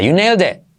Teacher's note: Con una pizquita de T, casi un 10% diría yo. Tú puedes decir you nailed it, pero casi no se oye.